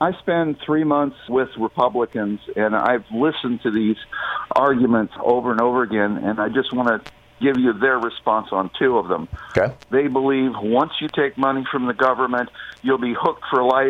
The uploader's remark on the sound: Callers phone in with questions